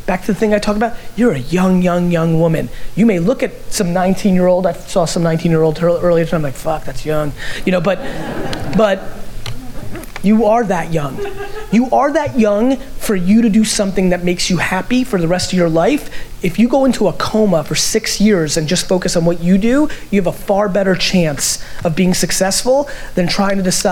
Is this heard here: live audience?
yes